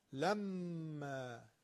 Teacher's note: میم مشدد رو وقتی که میگیم دو حرکت غنه نگه میداریم.